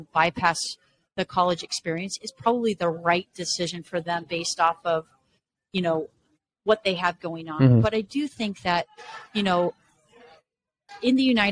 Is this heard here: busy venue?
yes